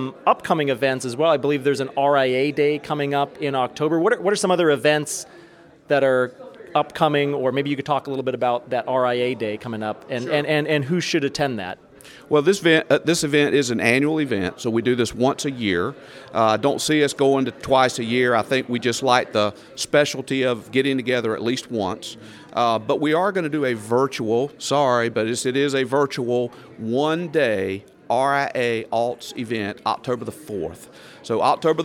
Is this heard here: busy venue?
yes